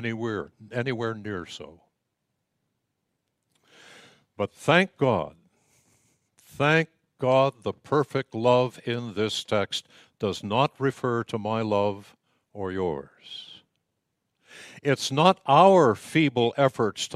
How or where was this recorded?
large echoing room